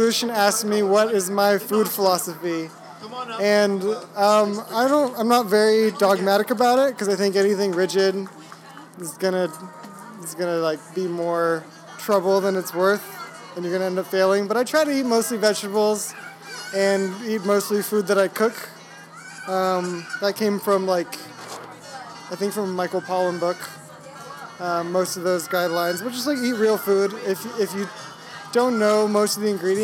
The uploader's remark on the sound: Live from Viva CalleSJ